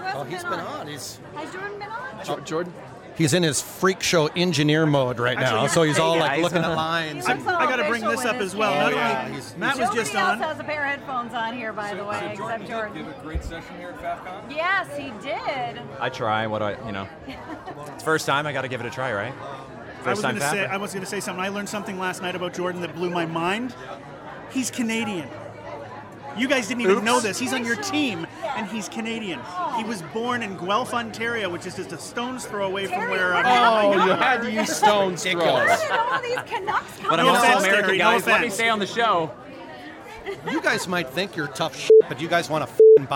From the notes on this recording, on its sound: Live from Faffcon 7. From high atop a roof in a Tucson, Arizona resort! Recorded at the closing “Faffter party” at Faffcon 7, The VoiceOver Unconference.